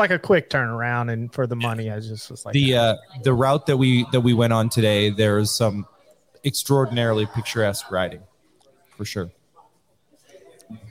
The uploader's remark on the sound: Live from the Iron Horse Inn! We're back with day 3 from The Iron Horse Inn in Whitewood!